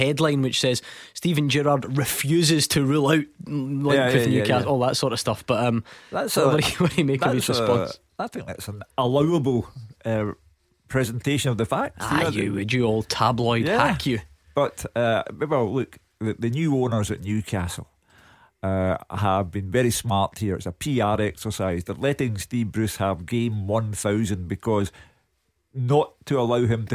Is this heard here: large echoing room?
no